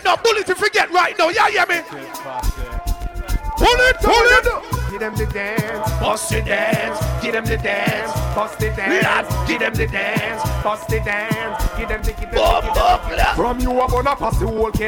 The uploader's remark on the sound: LIVE AT ISLAND SATURDAYS. Live Audio from Island Saturdays featuring 100% Dancehall, Reggae, Soca and Afrobeats.